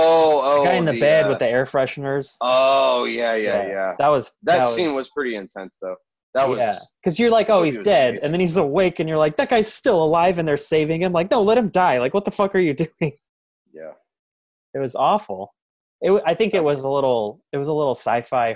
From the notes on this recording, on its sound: we’re back with another Zoom call episode